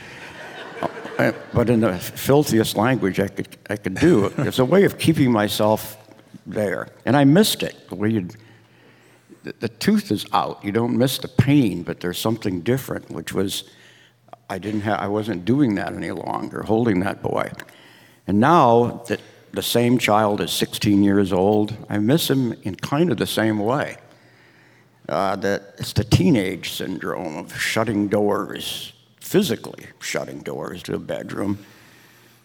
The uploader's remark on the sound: This conversation was recorded in front of an audience at the Portland Book Festival last fall.